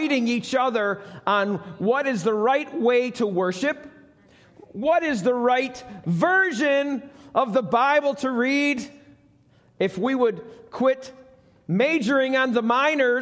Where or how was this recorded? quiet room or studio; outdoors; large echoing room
large echoing room